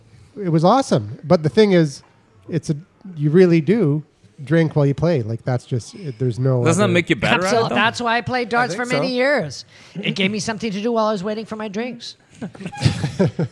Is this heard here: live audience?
yes